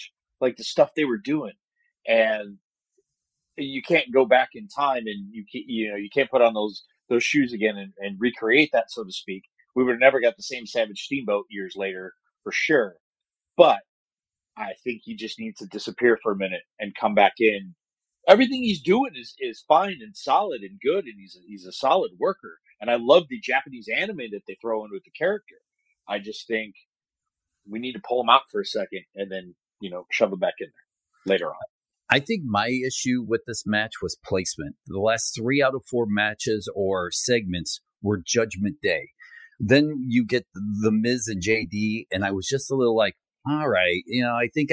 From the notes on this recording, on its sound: There are some sound issues; we did our best to fix them on our end.